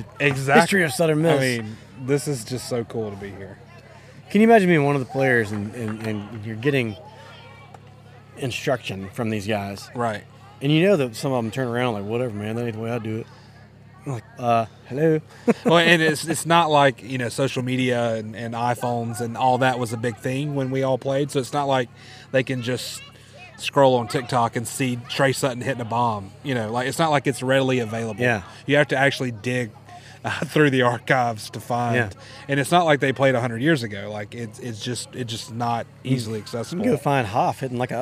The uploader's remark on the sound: The guys venture to "Soso-ish" up in Jones county for the West Jones and PCS high school baseball game. Recorded the episode live from the left field perch at the West Jones Stadium.